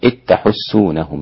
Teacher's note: أدغم الذال في التاء الإمام أبو عمرو وهشام وحمزة وكسائي وخلف